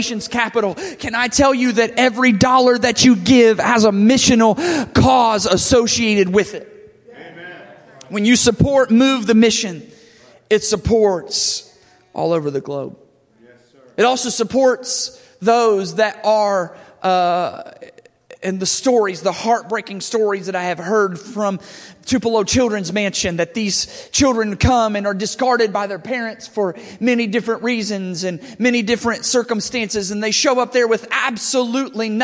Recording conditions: large echoing room